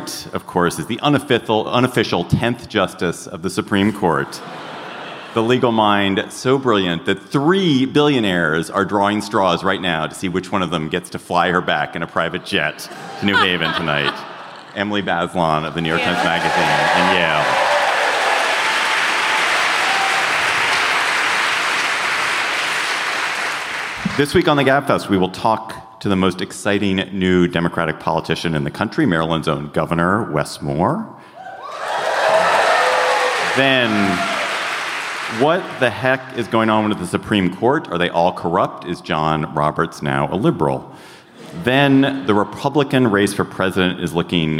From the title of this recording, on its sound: Live in Washington D.C.